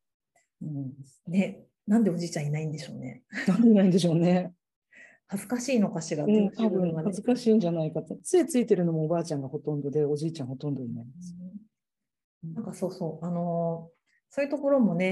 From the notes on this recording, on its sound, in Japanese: 収録場所： オンライン (Zoom)